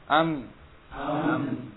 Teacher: Ketika disukun dia muncul sifat gunnah.